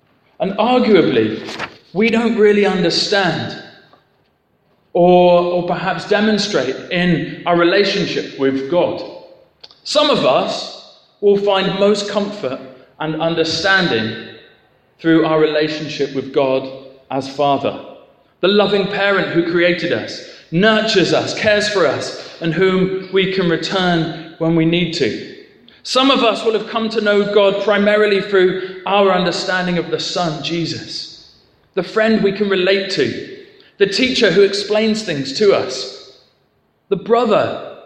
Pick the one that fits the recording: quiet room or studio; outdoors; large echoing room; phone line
large echoing room